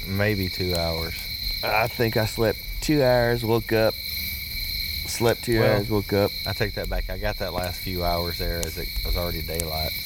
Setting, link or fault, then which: setting, outdoors